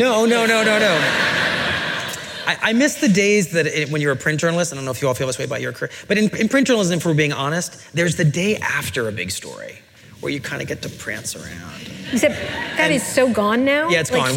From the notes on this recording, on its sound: In front of a live audience at the 92nd Street Y in New York City.